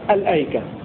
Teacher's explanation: بسكون اللام وبعدها همزة مفتوحة وبجر التاء على أنها منصرفة اسم للبلد كله، وعند الابتداء بكلمة الأيكة لابد من الاتيان بهمزة وصل للتمكن من النطق باللام الساكنة الأيكة على قراءة أبي عمرو والكوفيين.